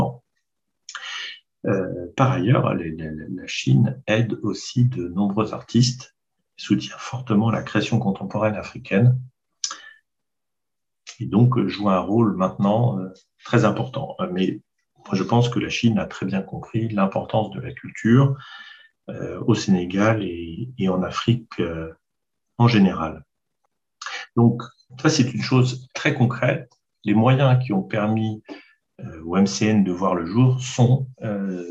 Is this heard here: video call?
yes